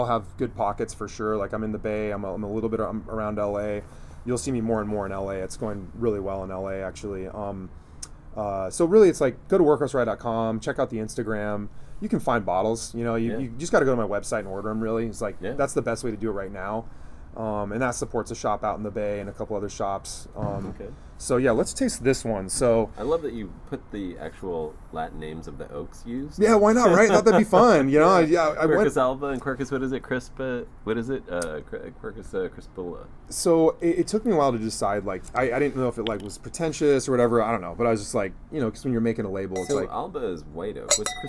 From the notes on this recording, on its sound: This episode is an outdoor spirits tasting. In the backyard at Crenshaw Cru… so you will hear some authentic LA audio texture in the back ground.